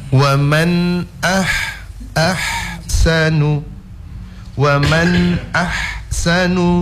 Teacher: Waman ah, ini huruf ha sukun. Huruf ha sukun itu cuma angin yang keluar